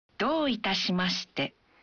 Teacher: Saat mengucapkan, Doitashimashite. Bunyikan vokal O dalam Do. Satu ketuk lebih panjang. Mari berlatih mengucapkannya.